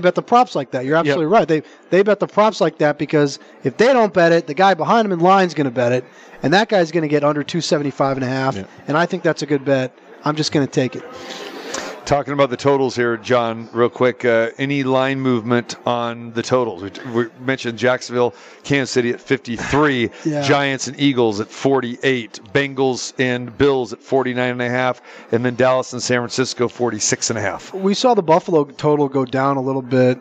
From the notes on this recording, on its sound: Live From the Superbook at the Westgate Las Vegas